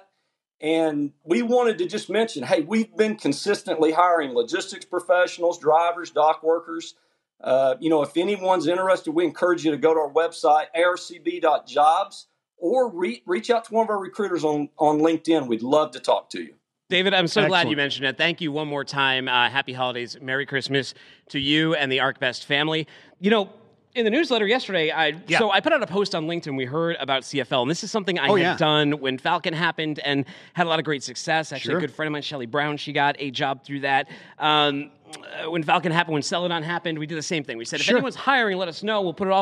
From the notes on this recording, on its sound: Disruption conniption live from Domestic Supply Chain Summit. Live from FreightWaves’ Domestic Supply Chain Summit.